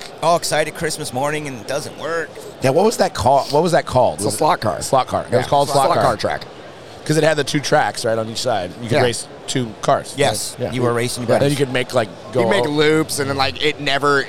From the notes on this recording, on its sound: LIVE at the 2022 The National Sports Collectors Convention!